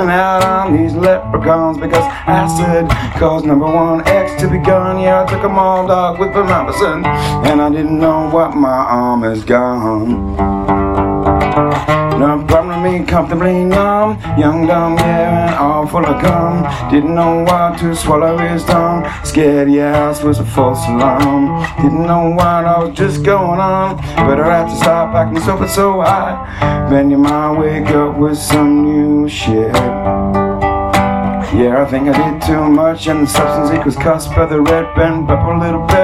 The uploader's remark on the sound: Nylon acoustic guitar Phone recording.